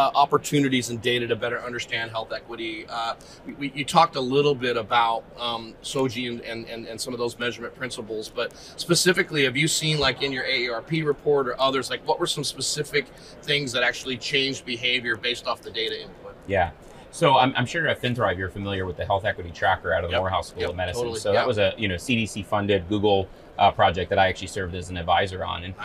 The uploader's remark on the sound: at the HIMSS conference